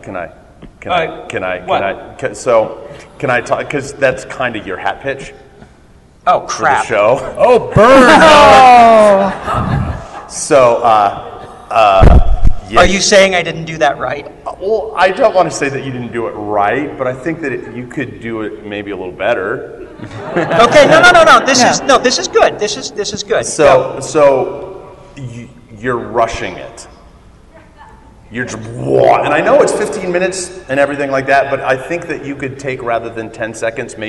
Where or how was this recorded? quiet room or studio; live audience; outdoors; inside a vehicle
live audience